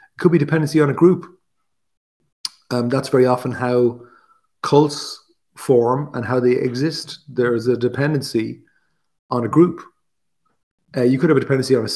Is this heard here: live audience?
no